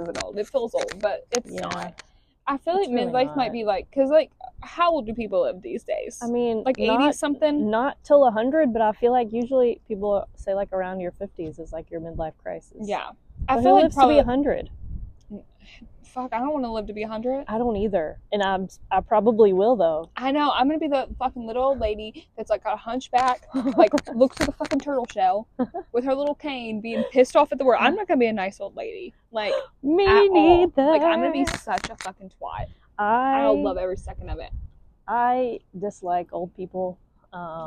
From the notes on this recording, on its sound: Sorry not sorry for the sound on this one. We have a problem with keeping our hands off the mics.